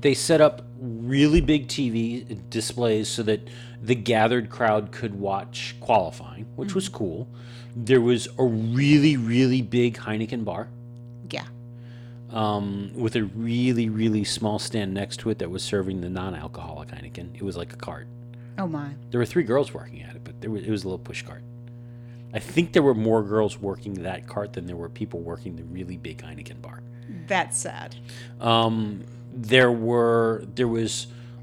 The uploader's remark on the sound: We’re still settling in to our new studio and have a few bugs to work out - we’re sorry about the hum in this week’s episode. This was a short show as we test out the podcasting rig and make sure everything is setup right again.